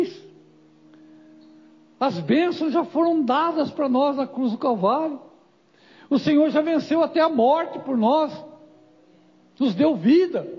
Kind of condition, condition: setting, large echoing room